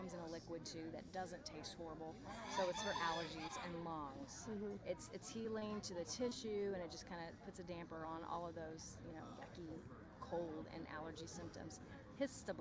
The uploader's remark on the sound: on location at Goody Farms in Joplin, MO